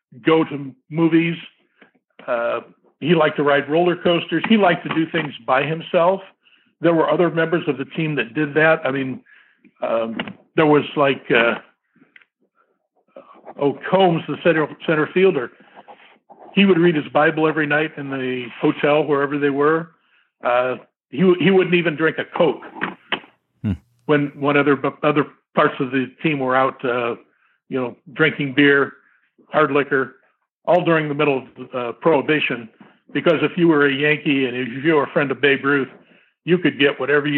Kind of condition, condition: link, phone line